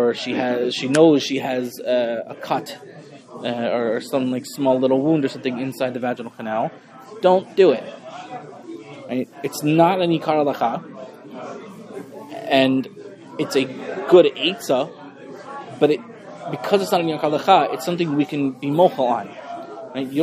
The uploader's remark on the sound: This shiur was delivered to the Sephardic Torah Center of the Main Line in Lower Merion, PA